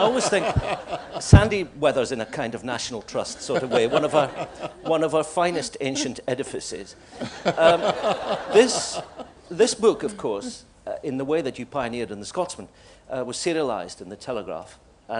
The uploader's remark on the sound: Live from the Edinburgh International Book Festival 2009